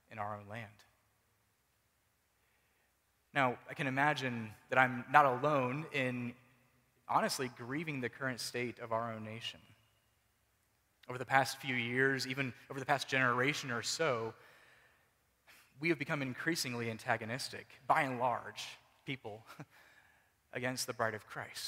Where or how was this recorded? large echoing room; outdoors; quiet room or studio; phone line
large echoing room